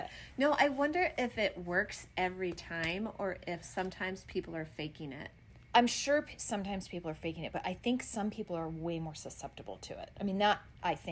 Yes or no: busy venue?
no